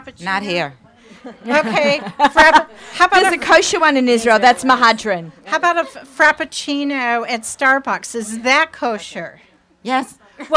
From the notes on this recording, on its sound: Live Remote Alert! From The Kitchen Clique in Brooklyn, NY. Head to The Kitchen Clique in Brooklyn (3009 Ave L) for a special extended pre-Chanukah Thursday Live Lunch.